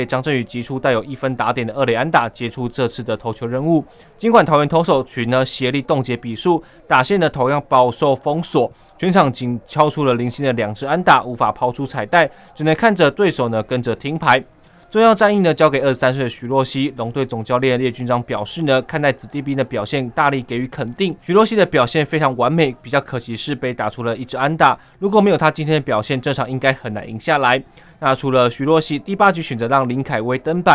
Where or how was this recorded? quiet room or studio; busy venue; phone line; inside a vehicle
busy venue